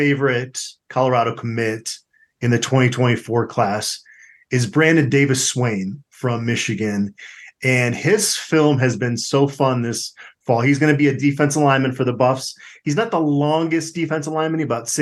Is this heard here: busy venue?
no